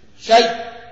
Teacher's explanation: وهناك الوجه الآخر اللي ذكرناه إن أنا أقلبها إلى ياء وأدغم الياءين في بعض · Term: الإدغام